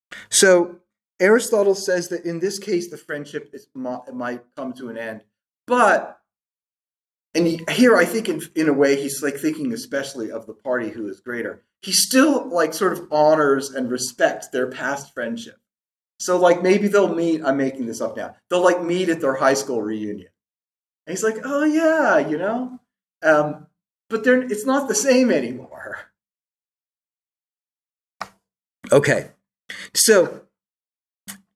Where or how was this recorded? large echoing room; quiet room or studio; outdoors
large echoing room